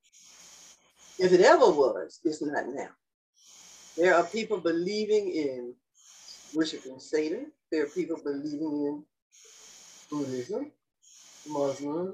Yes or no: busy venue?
no